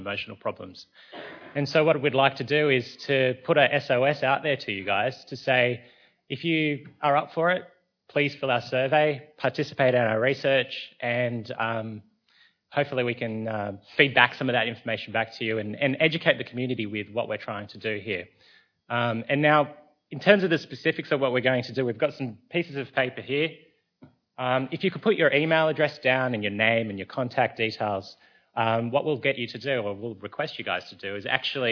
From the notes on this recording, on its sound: A Sydney Ideas event for Sydney Science Festival 2016.